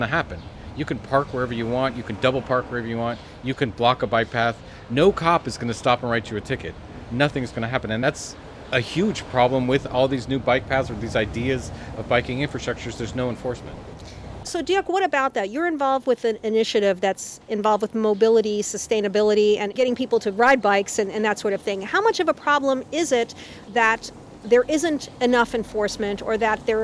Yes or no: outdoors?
yes